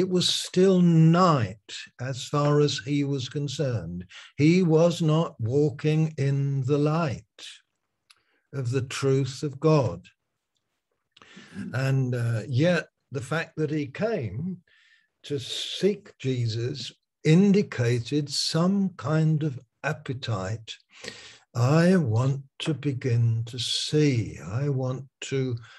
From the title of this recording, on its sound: Malaysia Meets (Zoom)